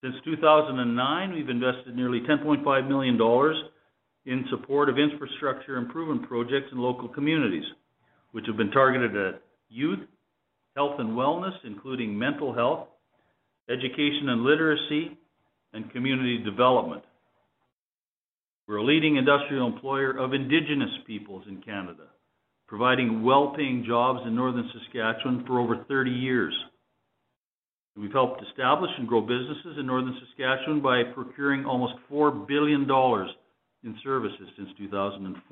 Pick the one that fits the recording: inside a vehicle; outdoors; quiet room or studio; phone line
phone line